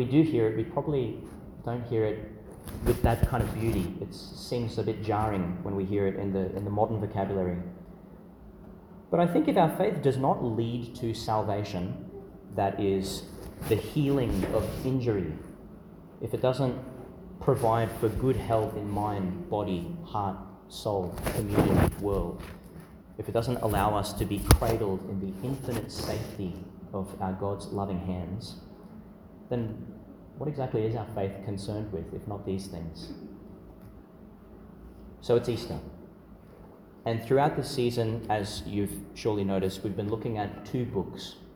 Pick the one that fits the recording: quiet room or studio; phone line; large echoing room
large echoing room